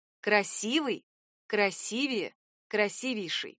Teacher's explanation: С этим словом на самом деле все просто. Ударение никуда не двигается, а спокойно остается на своем месте, на основе. · Term: остается на основе